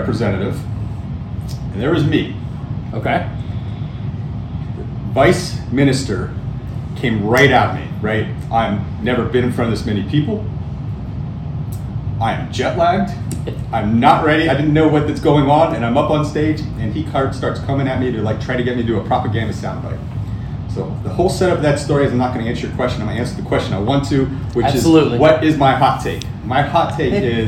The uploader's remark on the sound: at RSA Conference